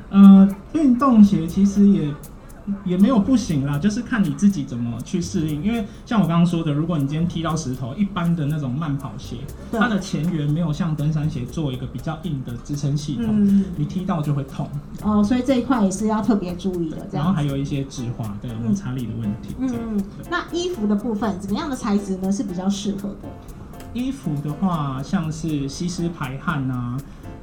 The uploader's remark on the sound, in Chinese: 新竹大遠百戶外動起來。現場和觀眾分享及互動的錄音紀錄。因應現場聽眾及來往顧客眾多，收音略有環境音，敬請見諒。